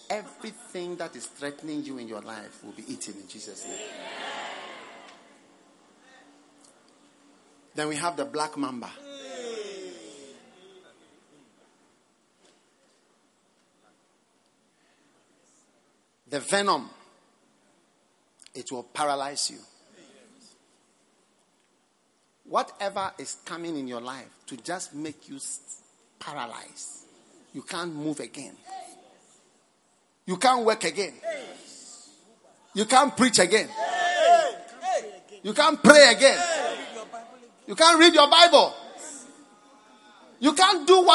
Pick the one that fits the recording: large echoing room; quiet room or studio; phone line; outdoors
large echoing room